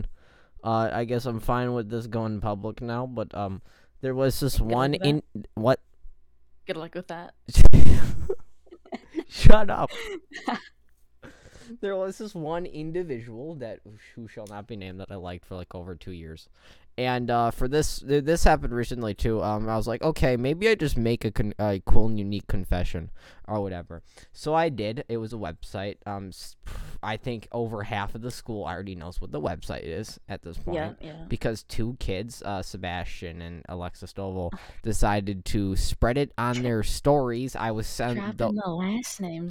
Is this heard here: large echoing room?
no